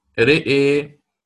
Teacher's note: أنا قللت الألف الأخيرة، ولكن تقليل الألف الأخيرة سيترتب معها أيضا تقليل فتحة الهمزة قبلها · Term: التقليل